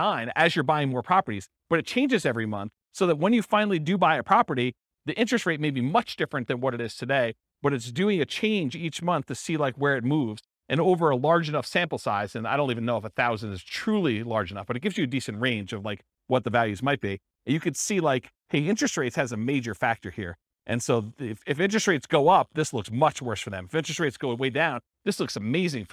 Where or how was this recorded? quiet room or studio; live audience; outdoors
live audience